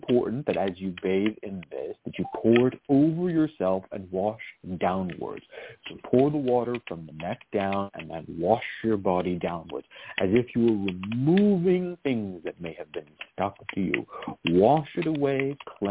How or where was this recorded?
phone line